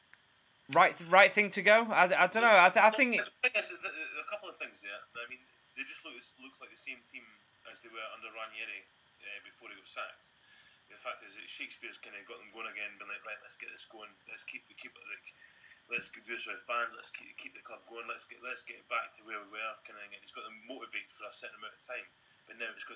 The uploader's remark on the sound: Sorry for the sound issue with this episode